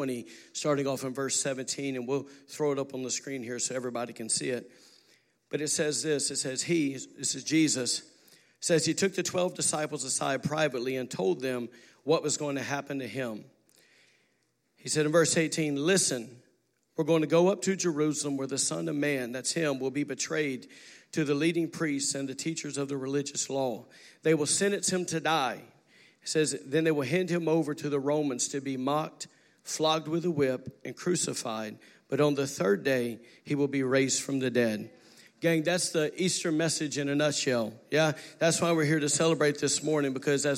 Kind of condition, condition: setting, large echoing room